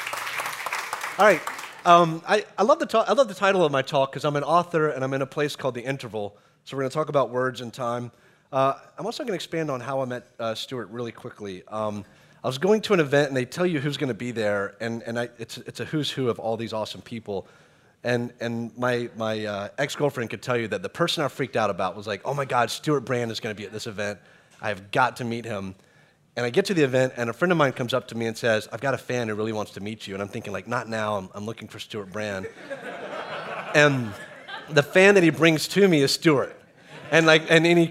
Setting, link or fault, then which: setting, busy venue